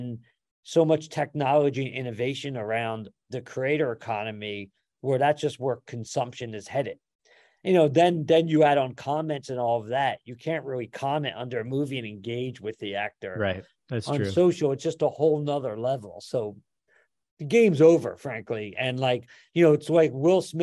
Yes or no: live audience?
no